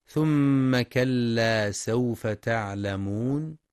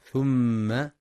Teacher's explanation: وفي قوله سبحانه ثم كلا سوف تعلمون يخطئ بعضهم فيقرأ ثم بدون تشديد، والصواب إتمام الغنة في الميم المشددة · Shown in: first take · فهي أكمل ما تكون وصلا ووقفا.